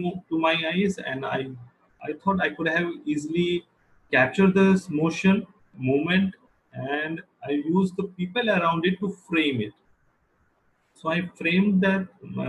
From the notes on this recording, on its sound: This is podcast episode recorded during SPW Online Basic Photography Workshop.